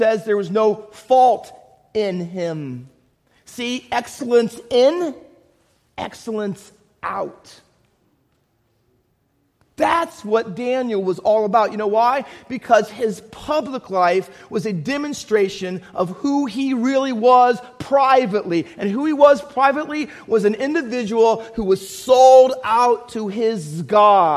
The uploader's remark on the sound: Faith Baptist Church in Hamilton, NJ.